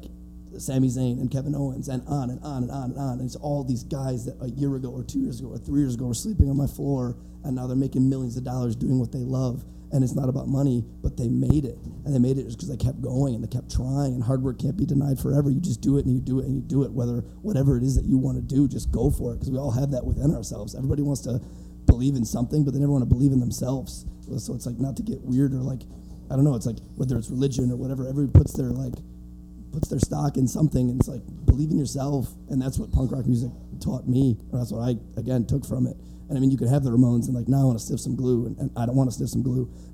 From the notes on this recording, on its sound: LIVE at The FEST 16!!! From a theatre inside the monumental Hippodrome in Gainesville, Florida as part of The FEST 16, the biggest and best punk rock festival on Earth! In front of a live audience as part of a block of podcast-performers. It's quite a lively panel with a load of fun questions and personal answers.